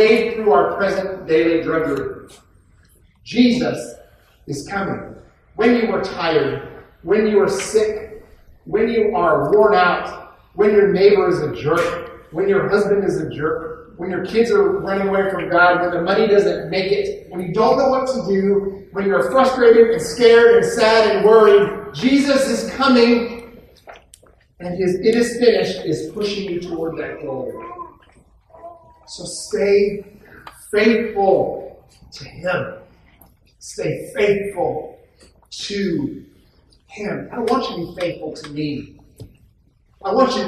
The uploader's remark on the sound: poor audio quality